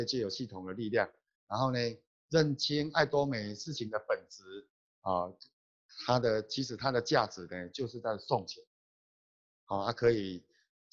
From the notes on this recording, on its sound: Check out our ninth Global Zoom Meeting Highlight.